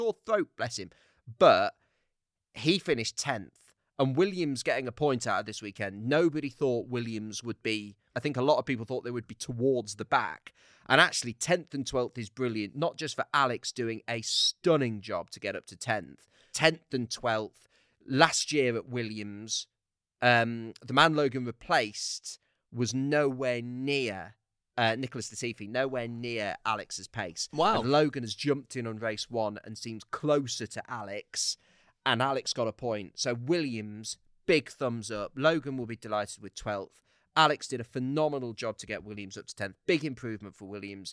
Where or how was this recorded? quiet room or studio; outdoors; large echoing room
quiet room or studio